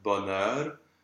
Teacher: bonheur with the OE instead of the O slash, because it's followed by a pronounced consonant.